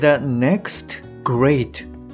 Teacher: いずれも語尾の t 音がですね、えー、脱落して聞こえにくくなってる